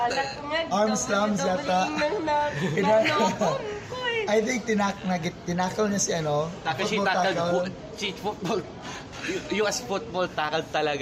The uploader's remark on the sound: Just an hour after Otakufest 2019 has ended. Recorded from Jollibee at Super Metro Besak.